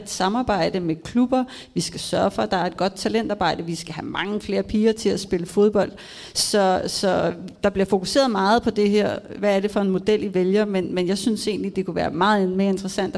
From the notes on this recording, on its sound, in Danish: Live fra Deadline Day. Der er optaget live foran et veloplagt publikum til Kvart i bolds Deadline Day-arrangement.